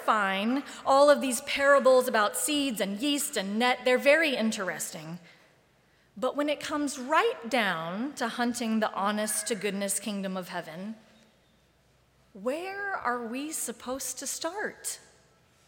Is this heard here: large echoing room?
yes